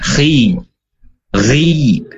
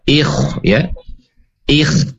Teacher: Kha dan ghain itu ada sisi tipisnya ketika berharokat kasroh.